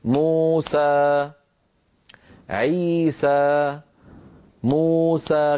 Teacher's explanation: 4 حركات، مو حركتين، سا حركتين، مجموعهم 4 حركات